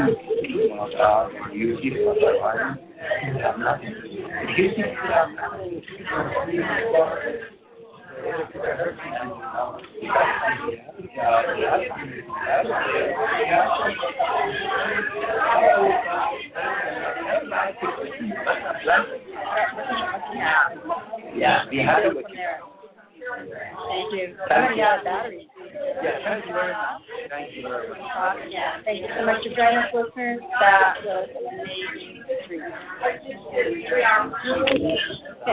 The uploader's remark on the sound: The audio on this interview series has been compromised and a quality sound replacement will be submitted for each of the amazing interviewees.